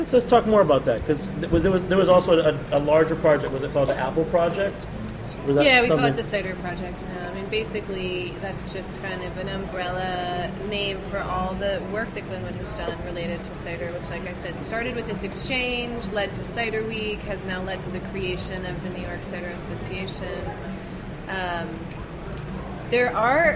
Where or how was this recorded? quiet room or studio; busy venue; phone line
busy venue